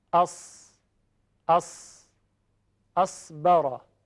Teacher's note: برای تلفظ حرف صاد سر زبان میاد نزدیک میشه، برخورد میکنه به سر دندانهای جلو ثنایا و حرف صاد با صدای درشت تلفظ میشه